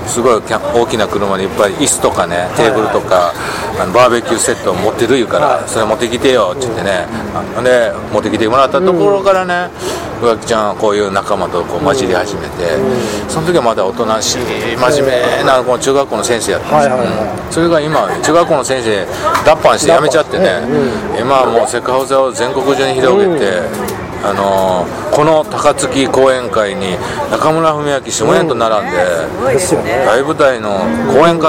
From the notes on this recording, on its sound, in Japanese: 今回は岡山駅前のイオンのスタバにて